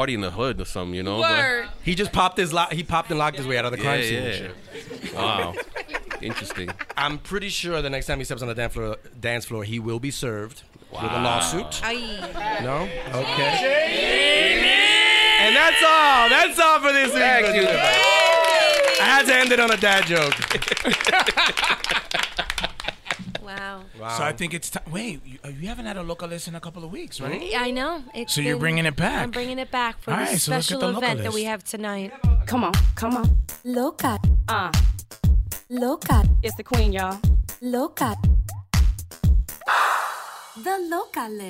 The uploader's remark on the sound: In front of the largest audience LOL has ever had. Takes questions from our live studio audience.